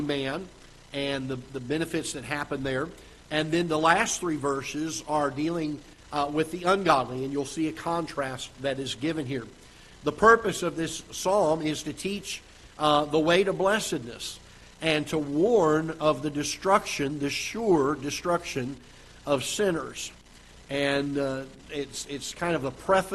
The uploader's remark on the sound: Ketha Heights Baptist Church ~ Live Broadcast